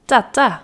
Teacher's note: Maar als je erop let, zeggen heel veel kindjes tata met een T en niet met een D.